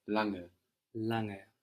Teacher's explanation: And this N-G that is falling on the end of the syllable is like the English I-N-G, lange. We don't have a hard G sound.